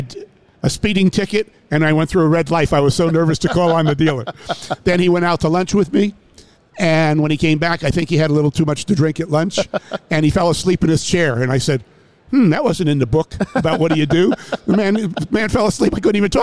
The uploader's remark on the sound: Live at NADA.